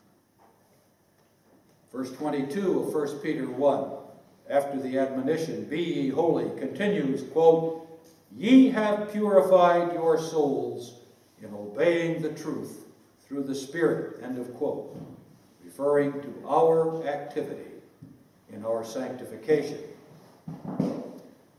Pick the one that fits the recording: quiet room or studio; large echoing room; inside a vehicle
large echoing room